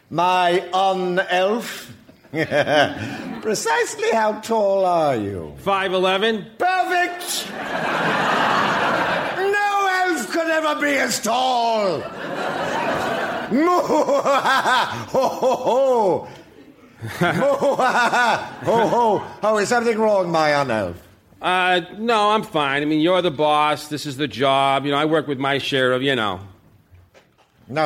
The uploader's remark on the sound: Recorded Live 12/3/2011 at Largo, Los Angeles.